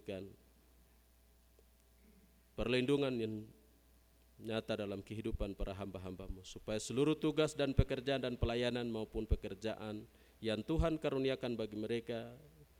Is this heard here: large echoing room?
yes